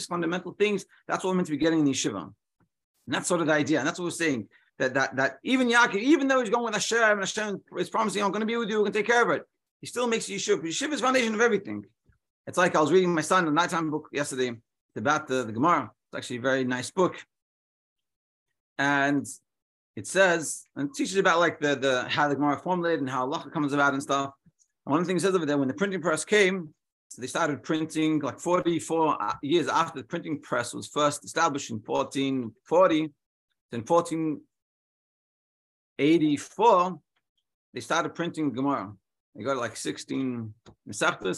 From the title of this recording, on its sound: Daily Zoom Shiur